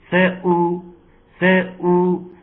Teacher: تحقيق الهمزه وتحقيق خروجها من الحلق